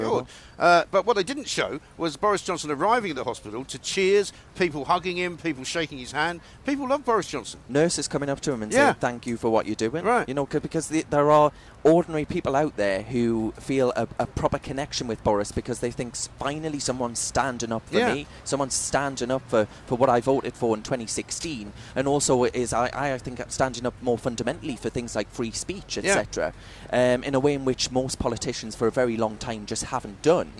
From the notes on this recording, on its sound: Parliament Resumes: Live from College Green.